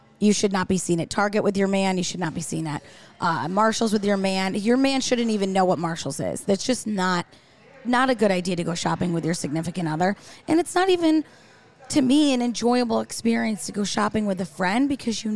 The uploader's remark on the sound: This week, The Buttonista Show is on the road recording live on location from Simone's Kitchen in Schenectady. There's a lot of distractions out there....icy sidewalks, sandwiches being thrown from windows.